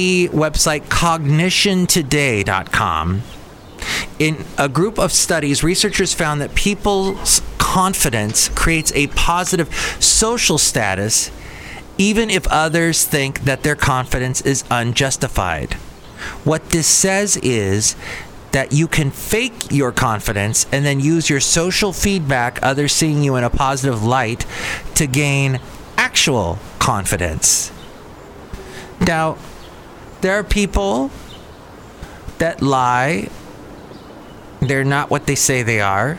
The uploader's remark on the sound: podcasts live from Cafe Anyway